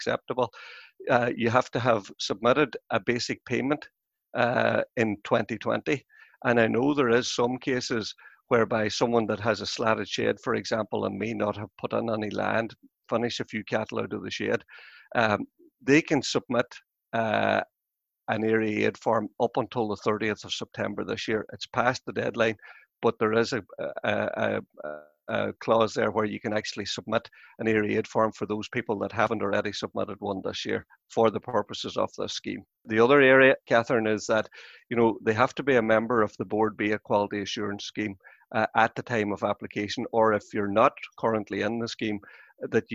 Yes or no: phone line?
no